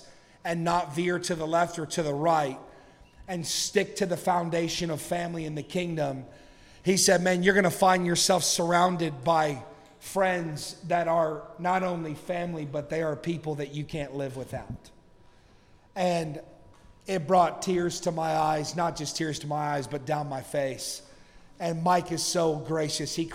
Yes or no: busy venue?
no